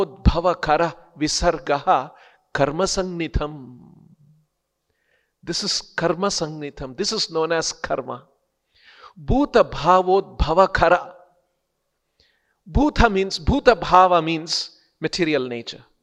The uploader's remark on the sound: lectures given daily by the devotees at ISKCON Bangalore